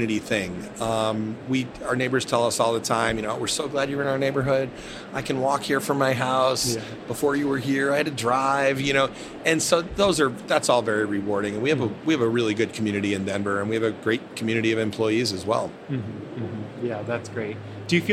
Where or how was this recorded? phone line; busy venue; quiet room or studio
busy venue